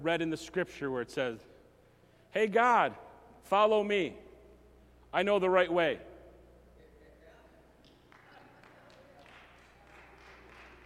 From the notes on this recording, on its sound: message recorded at Southtowns Christian Center